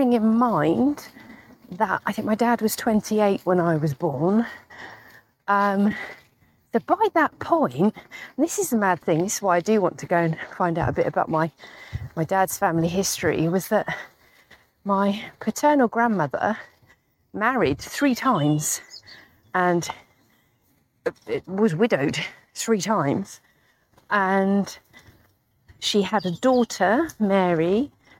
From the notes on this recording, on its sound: This was recorded while I was on a dog walk